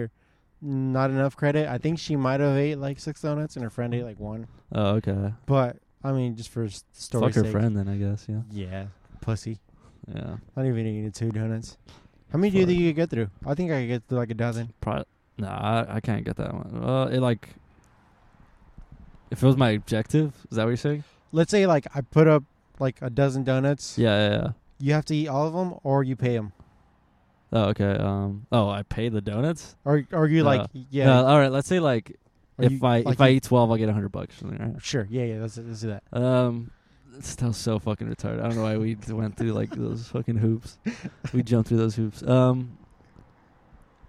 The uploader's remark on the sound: pod outside our local World Famous DONUT MAN